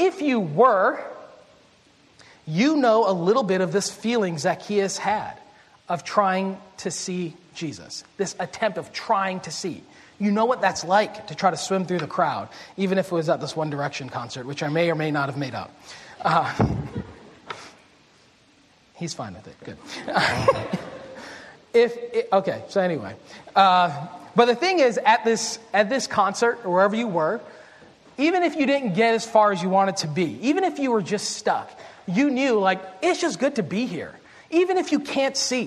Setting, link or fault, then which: setting, large echoing room